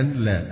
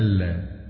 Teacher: طبعا هنا فيها إدغام النون في لام لا · Shown in: second take · أن لا، ألا.